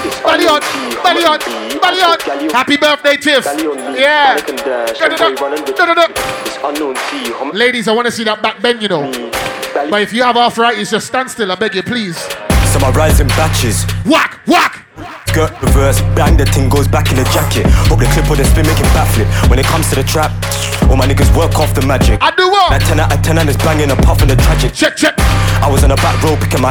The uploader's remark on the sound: LIVE SET AT #BACKITUP CARGO NIGHT CLUB